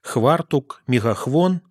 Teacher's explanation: В этих говорах, которые мы будем слушать, отсутствует фонема «ф».